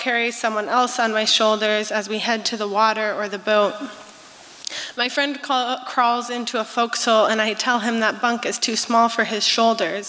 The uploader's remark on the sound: These performances were recorded at the Liberty Theatre on Friday, February 24th, 2023.